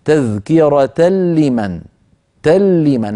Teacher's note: لأن العرب لا تظهر التنوين عند اللام بل يدغمونه فيها فيقولون تذكرة لمن، تلمن، هكذا يتكلمون في كلامهم اليومي.